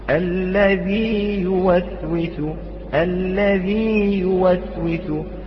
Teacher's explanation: مثلا في سورة الناس الذي يوسوس في صدور الناس، أحسن في مسلمة الذي يوسوس، لا نزيد، لا نقول الذي يوسوس ولا نقول الذي يوسوس، لا نضغم الياء في الياء، وإنما نأتي بالياء المادية مقدار حركتين ونمكن اللفظ فيها · Term: مد التمكين